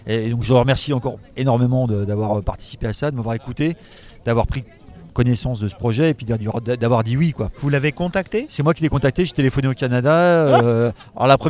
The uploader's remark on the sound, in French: rencontre au festival Etrange Grande 2023